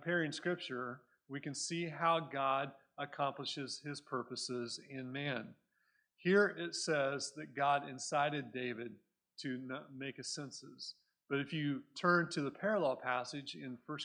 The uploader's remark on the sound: Recorded at Cornerstone Church in Mesa, AZ